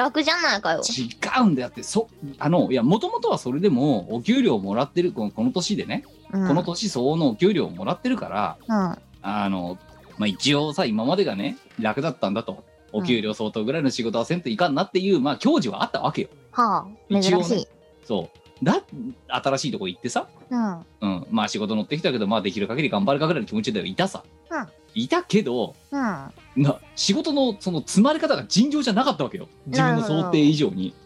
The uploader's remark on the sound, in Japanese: 本番組はリモート収録です。収録時環境の影響により、聴き取り辛い部分があります。